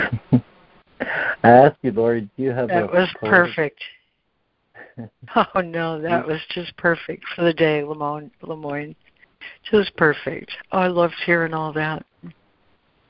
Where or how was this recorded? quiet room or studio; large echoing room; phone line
phone line